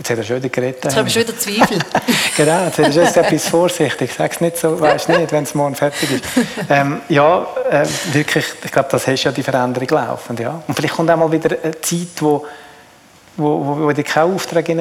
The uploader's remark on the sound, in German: Live-Episode. In unserer ersten Live-Podcast-Folge.